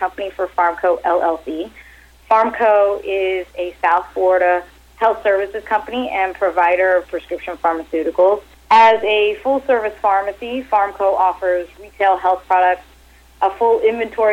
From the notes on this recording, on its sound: called in to SmallCapVoice.